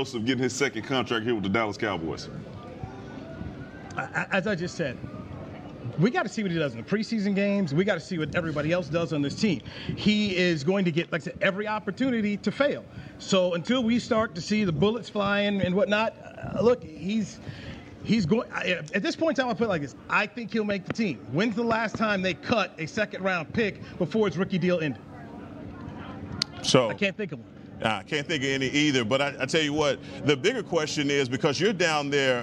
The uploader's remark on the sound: checks in live from Dallas Cowboys training camp